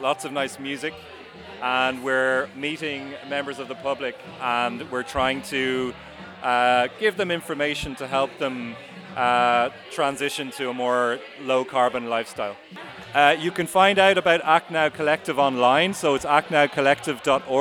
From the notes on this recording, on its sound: Went along to Grangegorman Climate Action Day as part of Stoneybatter Festival and chatted to some of the people exhibiting there. In the Dublin 7 area.